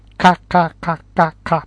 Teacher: カは喉の奥に力を入れて喉を締めることで発音します。